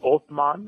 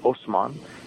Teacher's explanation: And originally in Arabic, it's Othman, which is with a TH sound. But Turkish people can't pronounce TH, so they say S instead. So his name was Osman.